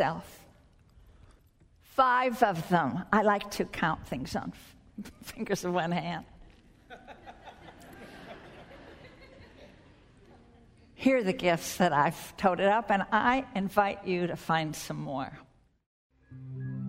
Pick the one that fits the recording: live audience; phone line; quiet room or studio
live audience